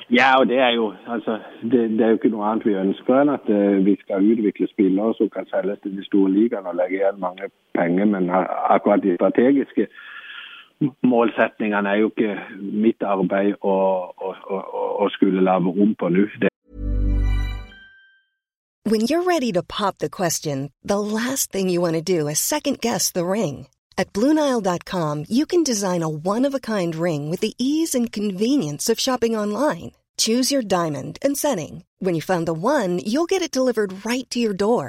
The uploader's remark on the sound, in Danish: er med i et telefoninterview